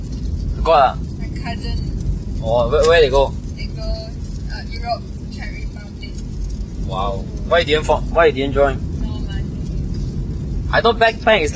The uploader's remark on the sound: we were talking while driving back home